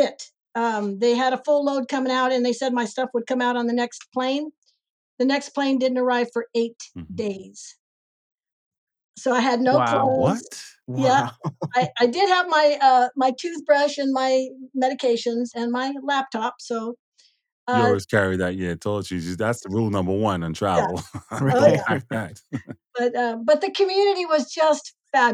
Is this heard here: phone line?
no